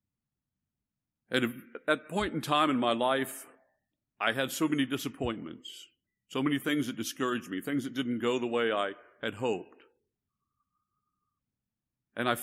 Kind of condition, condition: setting, large echoing room